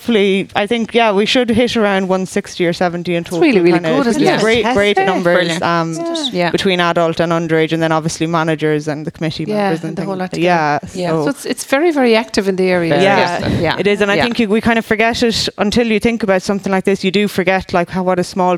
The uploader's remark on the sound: This Interview was originally broadcast as part of Saturday Chronicle, live from Whitegate GAA.